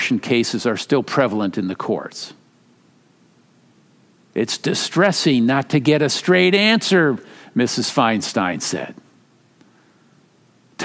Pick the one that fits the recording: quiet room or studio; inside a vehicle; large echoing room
large echoing room